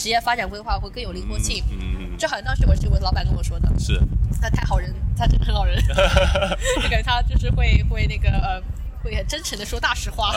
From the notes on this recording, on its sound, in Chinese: 户外录音，稍有杂音，多谢谅解